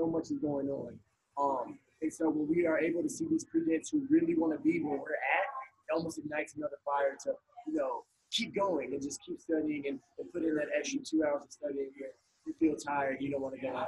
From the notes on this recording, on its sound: LIVE from Chicago at the 2019 ADEA GoDental Recruitment Event where over 60 Dental Schools gave talks and information to prospective applicants. Over 700 #PreDental students attended.